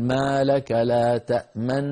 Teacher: الشفتين مضمومتين مع النون الساكنة الممطوطة الغنة، ما لك لا تأمن على يوسف، فالنون الأولى الساكنة كان الإشمام مقارنا لها.